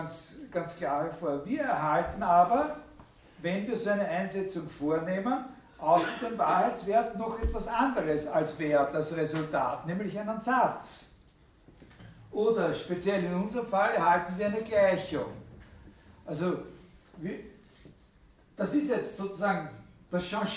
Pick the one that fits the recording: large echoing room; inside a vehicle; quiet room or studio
large echoing room